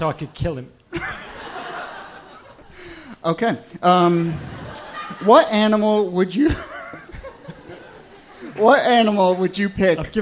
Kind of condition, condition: setting, live audience